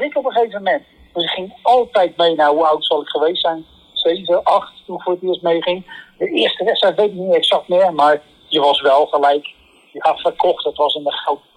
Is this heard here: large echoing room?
no